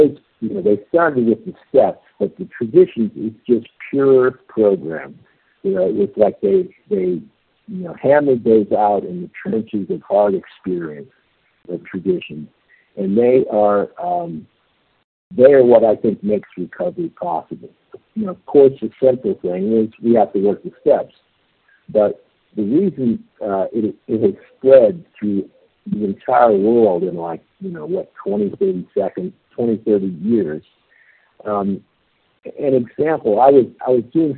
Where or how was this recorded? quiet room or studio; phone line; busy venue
phone line